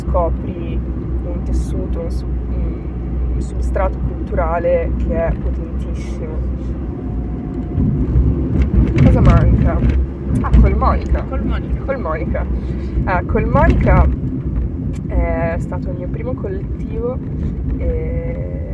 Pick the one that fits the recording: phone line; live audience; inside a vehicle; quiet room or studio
inside a vehicle